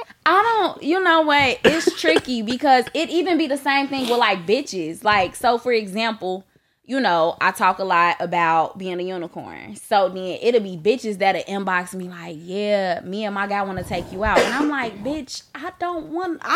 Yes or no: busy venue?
no